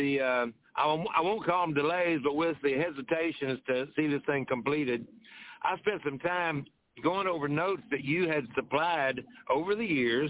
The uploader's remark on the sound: TNTSuperfantastic Conference Call.